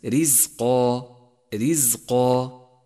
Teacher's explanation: رقق الراء في كلمة رزقا، رزقا، رققها لأنها مكسورة